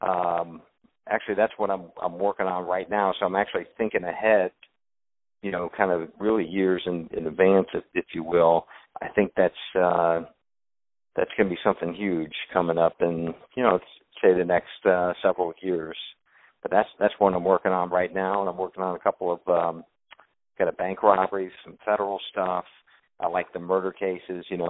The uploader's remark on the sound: On the phone